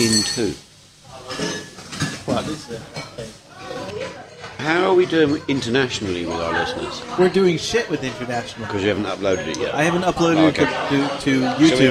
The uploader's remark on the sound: This episode was recorded from New York Cafe